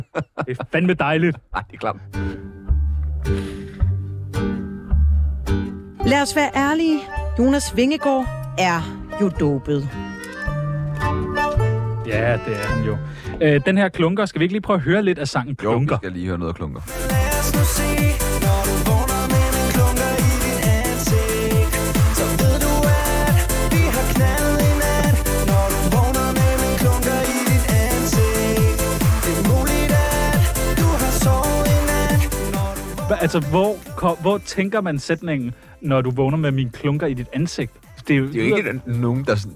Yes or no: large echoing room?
no